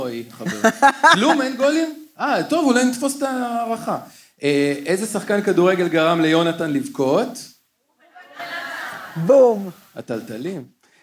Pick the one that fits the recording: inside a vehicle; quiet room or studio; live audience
live audience